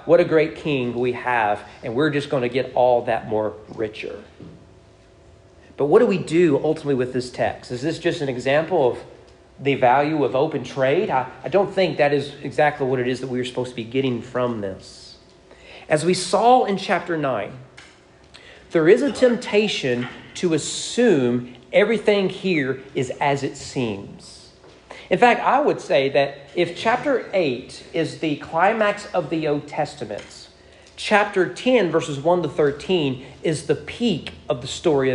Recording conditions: large echoing room